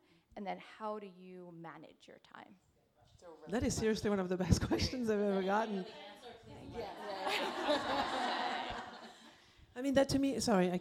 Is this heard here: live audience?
yes